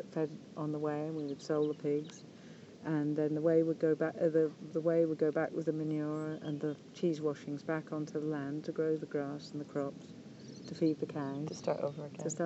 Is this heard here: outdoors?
yes